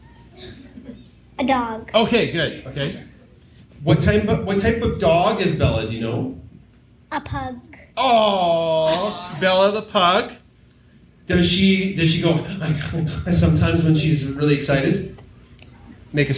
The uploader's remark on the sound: This is a little ADORABLE recording from our live show from Telus Spark. Invited kids to come up and talk about their pets.